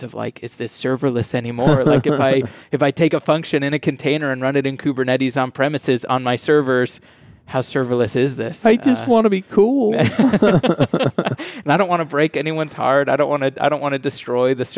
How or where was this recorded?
busy venue